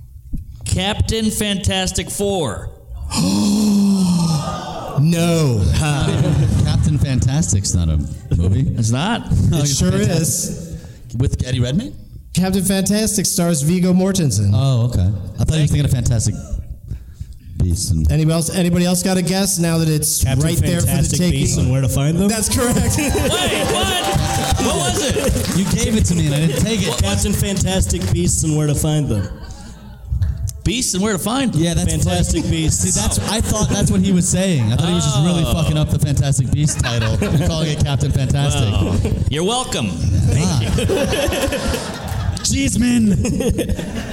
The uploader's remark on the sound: Live from the LOL Comedy Club in San Antonio